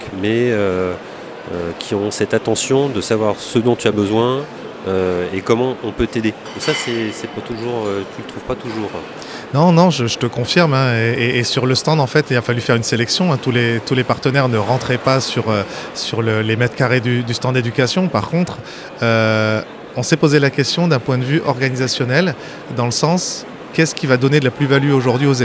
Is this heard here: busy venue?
yes